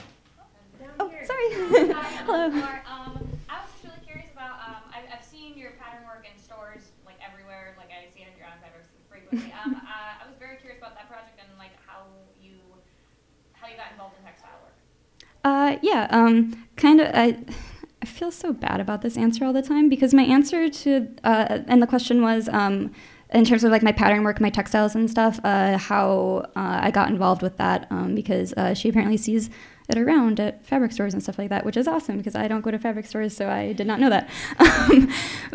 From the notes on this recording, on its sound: Artist lecture, which took place at Light Grey Art Lab. Prior to the Patches + Stitches Opening Reception.